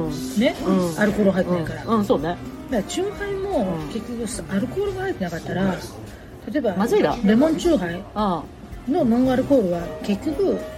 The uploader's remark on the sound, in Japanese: スタジオ収録終了後にコメダで雑談を収録。